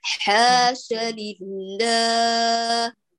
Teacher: ح حركتان، ش حركة واحدة